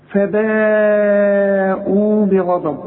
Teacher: فباءوا بغضب، شوف الفين انت قلتها صحيح ازاي، شوف الباء، شوف فباء صح كده قوي، بس لازم تمدلي الكلمة دي او هذا الحرف اربع حركات، لان المد والهمزة في كلمة واحدة